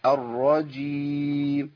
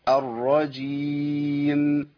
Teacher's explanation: عدم اظهار الميم والنون عند الوقف عليها · Shown in: first take